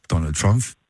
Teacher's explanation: Men jeg vil dog sige, at for eksempel din fars udtale der, der er det jo næsten som om, at han har sådan koblet P og F-lyden sammen